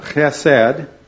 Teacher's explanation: it's a guttural H sound at the start